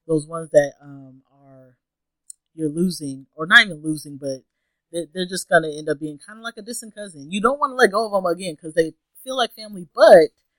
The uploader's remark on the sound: Apologies for the small audio issues, only can do so much with the two mics we had, but we're workin!